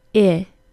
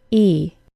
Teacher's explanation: My tongue is mid-high in my mouth and more relaxed than the long E, which sounds like E. · Term: short I